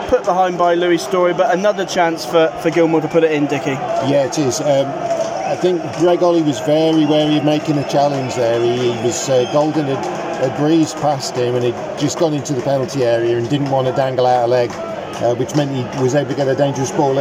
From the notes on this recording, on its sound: head to Wembley for the FA trophy final